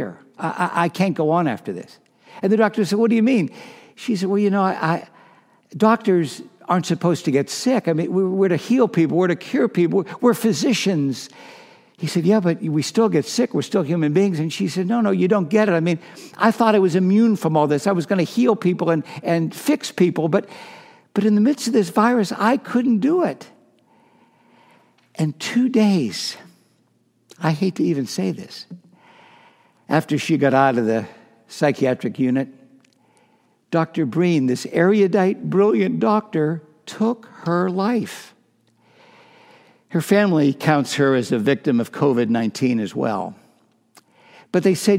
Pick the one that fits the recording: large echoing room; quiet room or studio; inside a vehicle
large echoing room